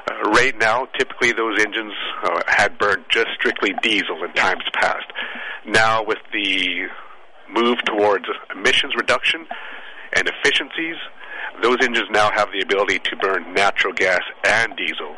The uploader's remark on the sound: Live from the BC Natural Resources Forum.